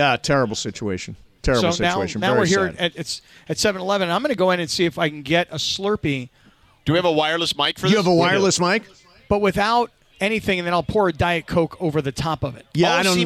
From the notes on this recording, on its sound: Live From Covina. The crew is live from 7/11 in Covina! The COT and the 626 represent at the 7/11 live remote for LIT!